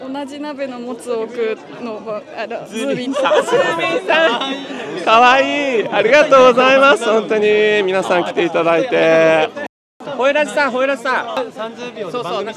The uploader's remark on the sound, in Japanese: ポッドキャストウィークエンド2023当日の様子をお届け。また、ブースに来てくださったポッドキャスターの方で、収録をできた方々の声と、当日の催しの１つ「ルーレット」の模様をお届けします。